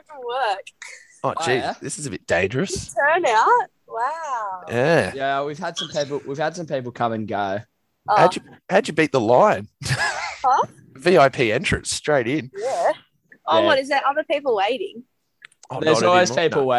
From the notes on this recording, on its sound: Reminiscing and opening the Zoom up to the world.